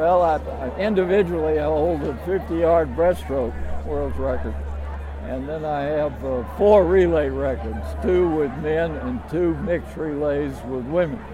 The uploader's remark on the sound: We set up a tent, a table, and chairs in front of George Washington Hall and invited alumni in to sit, relax, and reflect.